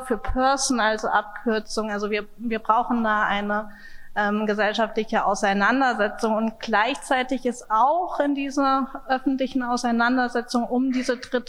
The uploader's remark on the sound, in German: Live-Aufzeichnung. Symposium des Projekts “Intersex kontrovers” der Hamburg Open Online University im Museum am Rothenbaum – Kulturen und Künste der Welt (MARKK).